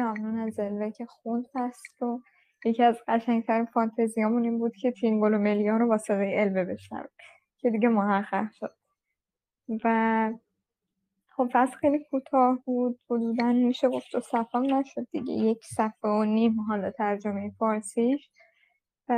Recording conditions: video call